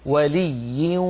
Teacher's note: من ولي، لو نقول ولي ننطق واو ومعها غنة